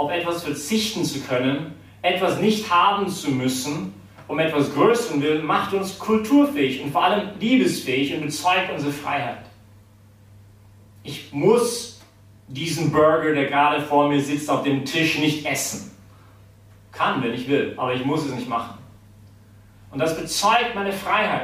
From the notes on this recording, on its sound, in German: die Predigt wärhend der BeFree Messe gehalten